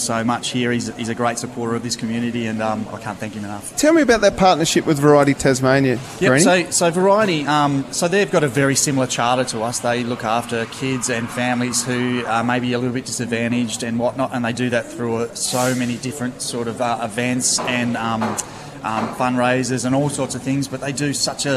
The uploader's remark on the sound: live at Banjo's Rosny